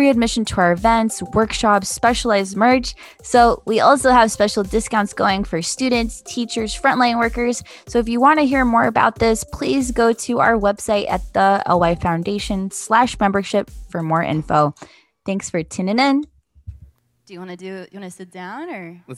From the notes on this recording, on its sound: A LIVE interview done at May’s Love Your Self Expression event.